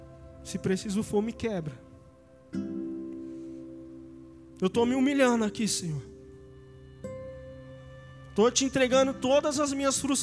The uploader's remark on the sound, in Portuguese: Áudio do Culto de Domingo